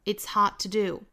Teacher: hard 尾部的的省掉， it's hard todo。我们听到电影原声这里面是没有词的发音哈，应该是说成了一个 it hard to do 这个里面大家应该知道应该是一个 it's 因为这里面说话的这个人呢是一个文化程度不是很高的黑人会犯一些语法的错误哈，大家知道就可以了 it's hard